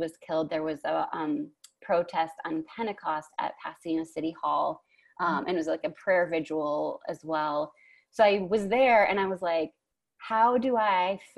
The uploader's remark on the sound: You'll hear us breathing deeply a lot in this episode. We recorded this episode on Zoom, so the audio might be spotty in some instances.